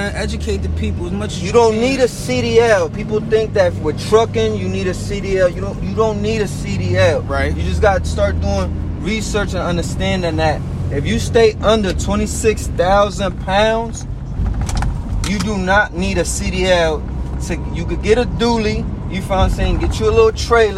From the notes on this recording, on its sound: Live From Atlanta Most Prolific Records Is Out And About In The Peachtree City Getting a Bit Of Southern Hospitality While On The Go.